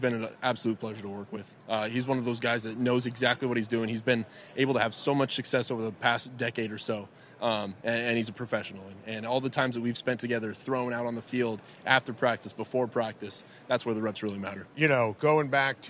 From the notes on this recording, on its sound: live on Radio Row from Los Angeles